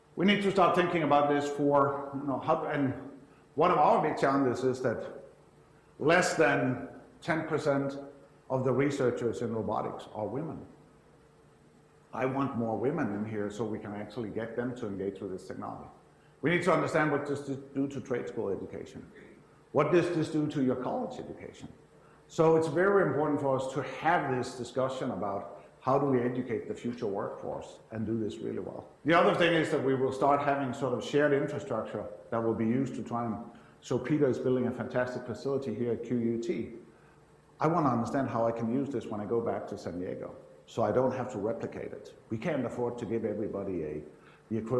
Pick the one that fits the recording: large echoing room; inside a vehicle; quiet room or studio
large echoing room